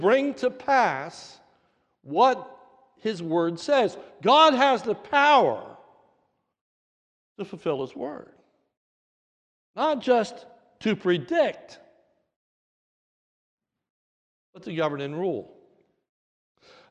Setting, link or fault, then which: setting, large echoing room